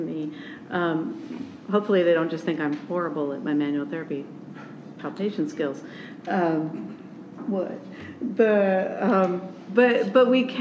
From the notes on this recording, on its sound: a panel discussion live from the San Diego Pain Summit in San Diego, California.